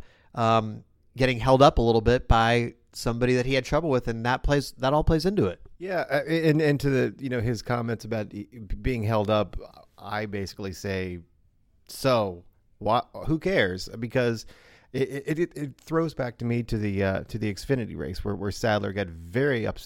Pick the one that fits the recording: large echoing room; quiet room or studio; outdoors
quiet room or studio